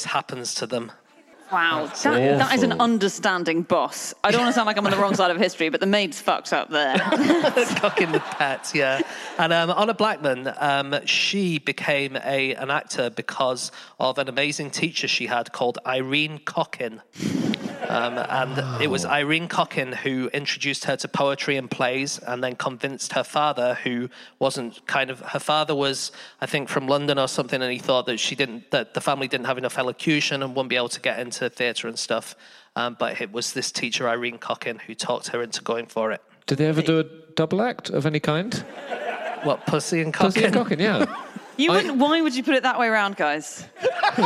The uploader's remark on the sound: Live from Tunbridge Wells